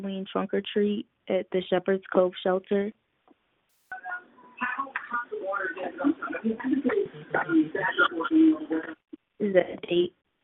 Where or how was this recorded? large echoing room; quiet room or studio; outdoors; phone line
phone line